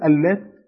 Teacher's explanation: يطق يعني اكنه طبق نفسه على حجم الحنك سقف البق يعني، لكن اللام في اللات فقط مخرج الطبيعي ان هي طرف اللسان مع اطراف الثنايا العليا